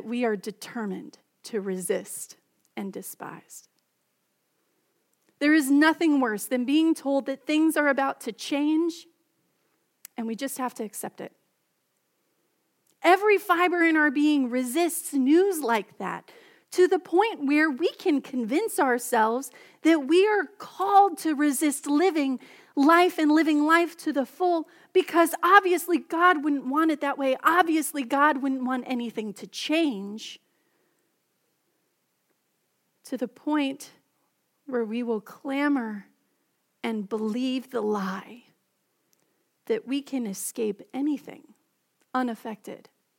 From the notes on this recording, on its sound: Message delivered during the Contemporary Service.